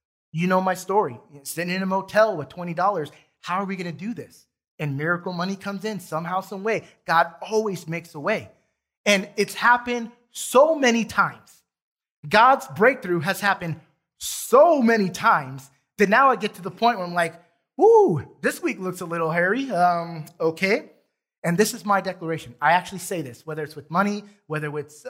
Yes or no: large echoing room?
yes